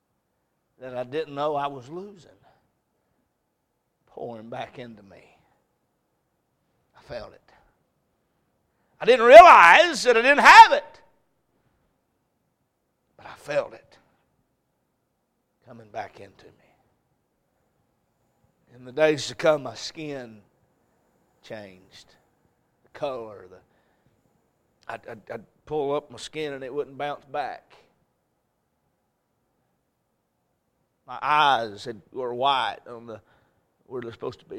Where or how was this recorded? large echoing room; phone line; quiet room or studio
large echoing room